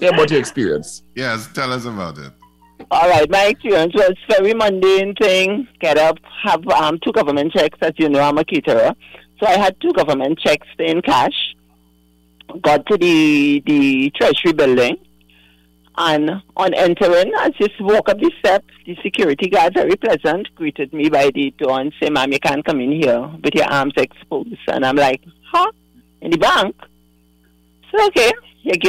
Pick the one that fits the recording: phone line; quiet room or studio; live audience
phone line